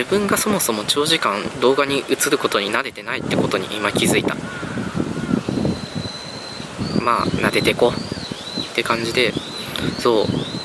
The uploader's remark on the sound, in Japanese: 今回も外収録とビデオポッドキャストです。